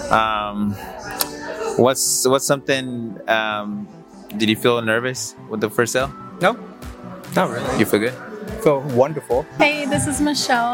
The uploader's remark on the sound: recorded with entrepreneurs at the All Day Market